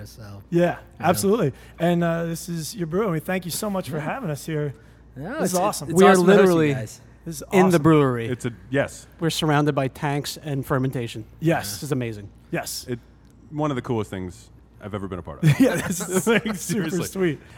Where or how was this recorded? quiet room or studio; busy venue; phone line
busy venue